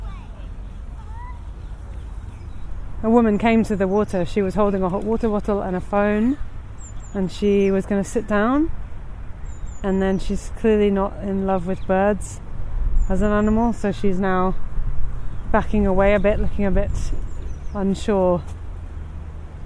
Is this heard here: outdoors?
yes